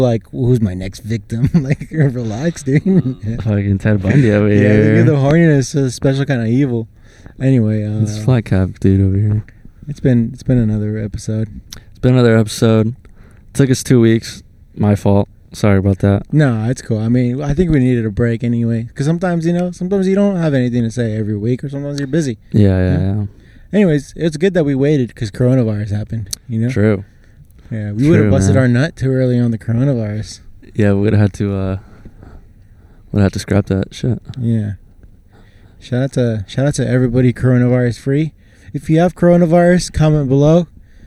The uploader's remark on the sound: Quarantine and Pod (outside Costco). Yup, we sat outside Costco to pod.